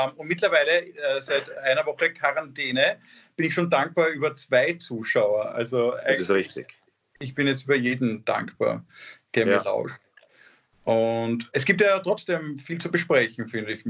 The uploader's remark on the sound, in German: Finden sie ihr Publikum, indem sie einander via Skype am Abend beim Reden zusehen. Aufzeichnung einer Skype Session vom 20.